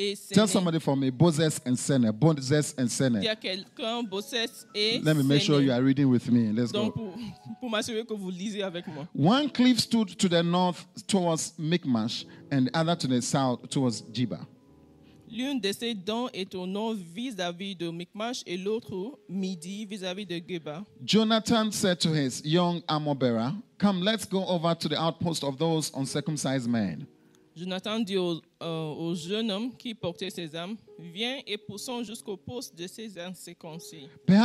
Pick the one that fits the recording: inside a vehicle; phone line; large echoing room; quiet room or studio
large echoing room